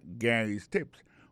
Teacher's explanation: accent tombé sous le premier syllabe